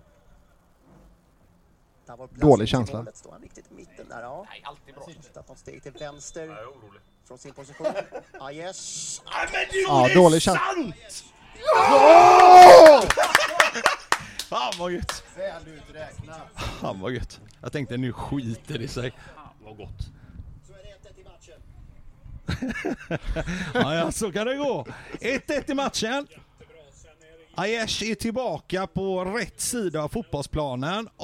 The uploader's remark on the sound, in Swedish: Åter på puben och tjötar LIVE on tape medan Blåvitt spelar mot Bajen i Svenska Cupen... I ett oredigerat "unplugged"-avsnitt från verkligheten.